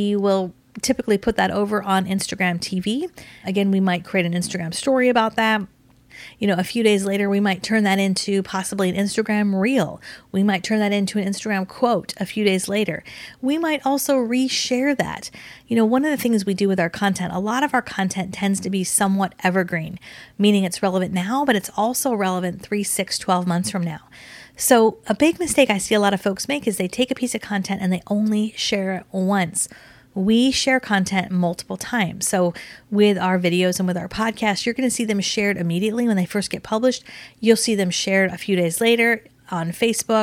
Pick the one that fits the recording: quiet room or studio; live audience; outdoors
quiet room or studio